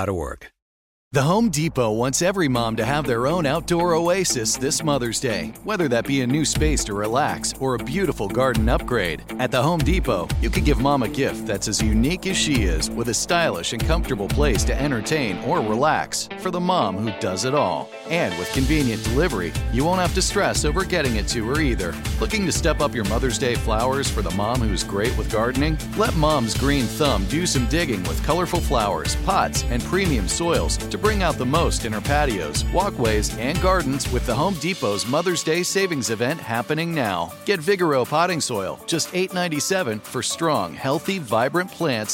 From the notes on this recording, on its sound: LIVE from Resorts World Las Vegas